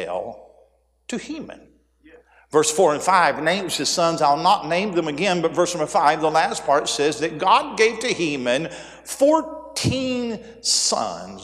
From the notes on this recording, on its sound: A sermon preached Wednesday Afternoon during our Spring Jubilee, on March 29, 2023.